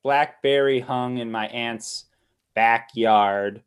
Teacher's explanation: the double stress of black bear and then backyard